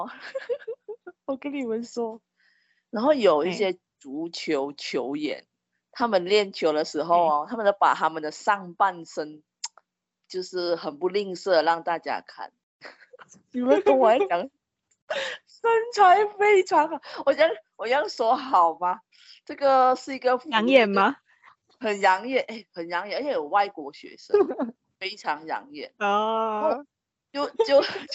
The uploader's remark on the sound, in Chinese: 挑戰遠距離錄音